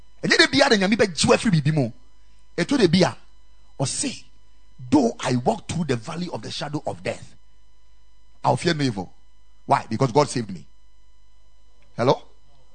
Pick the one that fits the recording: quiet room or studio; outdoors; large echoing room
large echoing room